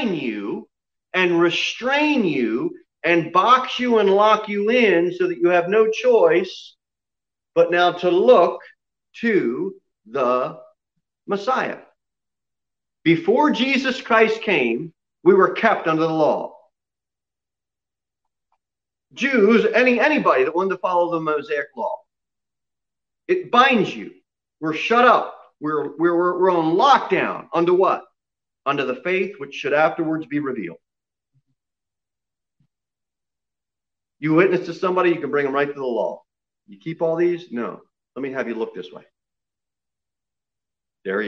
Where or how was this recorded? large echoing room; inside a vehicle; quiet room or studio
large echoing room